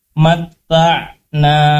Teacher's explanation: Matta'na, perhatikan huruf ain, matta'na, ain, ain sukun ya, matta'na, bukan di hidung, tapi tengah tenggorokan ya, dibacanya di tengah tenggorokan ain itu, bukan di hidung